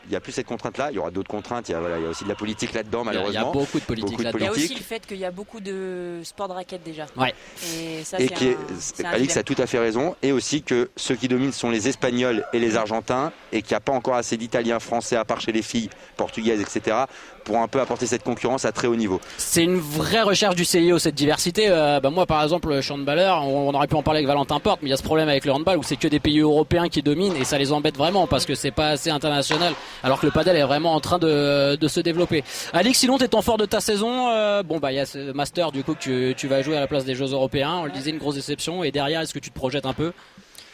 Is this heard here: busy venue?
yes